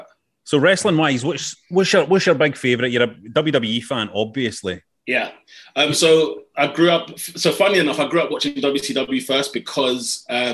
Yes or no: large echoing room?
no